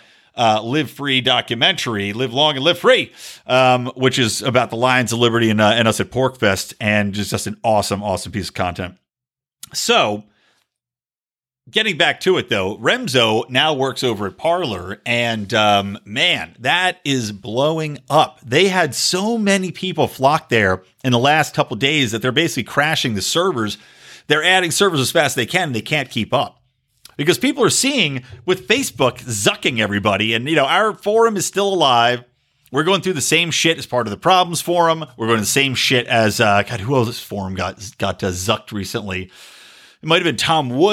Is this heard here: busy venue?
no